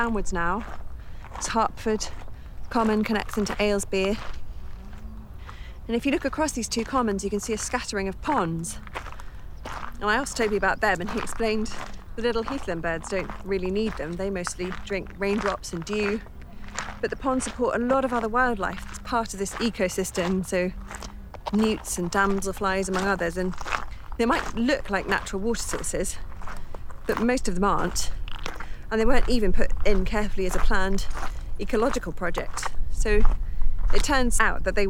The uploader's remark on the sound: The literary soundwalk continues through Harpford and Aylesbeare Commons: both RSPB reserves.